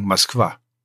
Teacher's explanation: Es wird hinten betont und es wird dann ausgesprochen Moskwa. Du hast vorne kein O, sondern ein A. · Term: Akanje